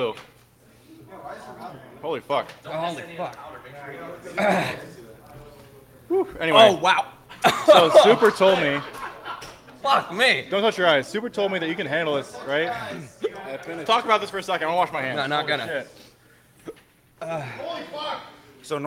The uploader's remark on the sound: Go full pleb in Austin, Texas. Pleb Broadcasting Service was broadcasted from Austin, Texas. In front of a live Pleb audience.